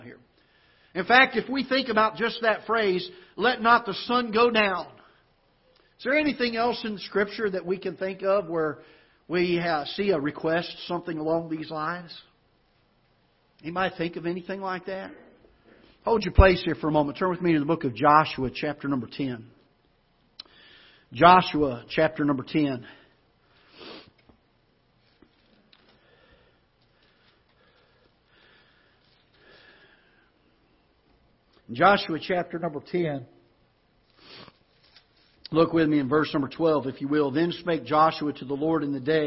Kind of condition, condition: setting, large echoing room